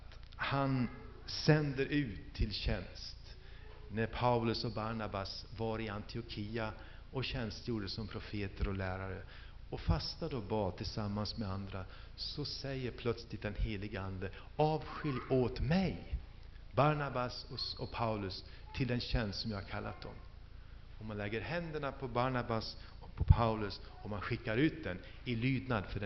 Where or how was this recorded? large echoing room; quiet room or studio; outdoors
large echoing room